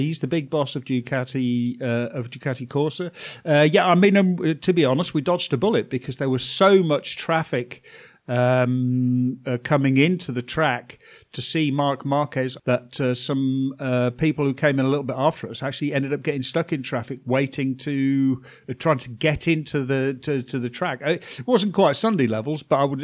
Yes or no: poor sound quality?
no